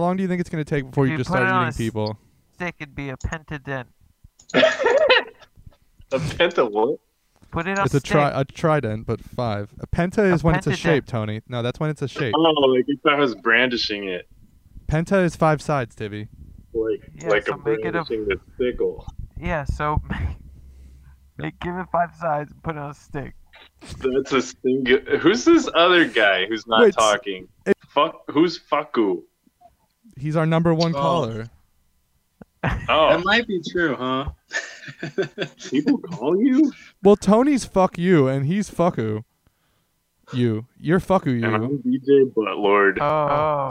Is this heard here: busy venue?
no